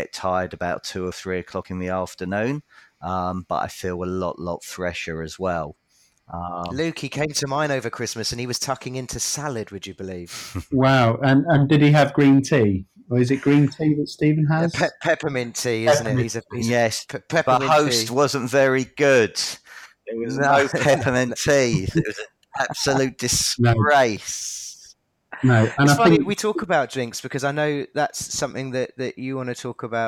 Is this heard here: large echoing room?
no